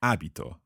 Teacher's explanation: the stress is on the first syllable of this verb